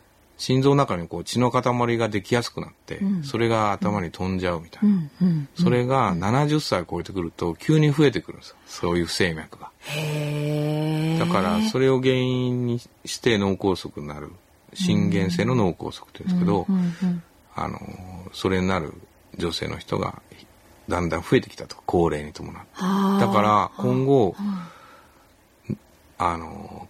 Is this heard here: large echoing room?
no